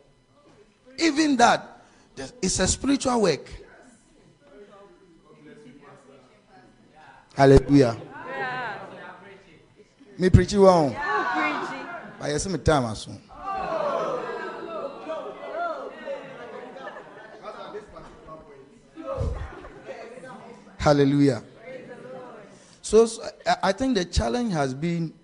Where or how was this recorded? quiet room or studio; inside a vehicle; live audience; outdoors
live audience